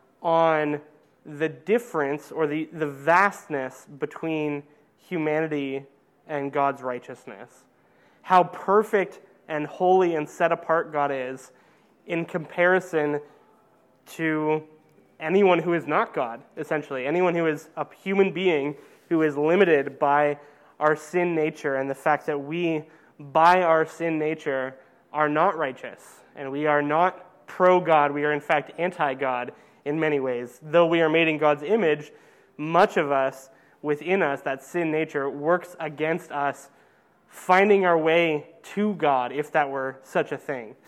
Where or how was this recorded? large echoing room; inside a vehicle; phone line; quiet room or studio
large echoing room